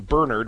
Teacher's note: I got into the habit of saying Bernard, putting the accent on the first syllable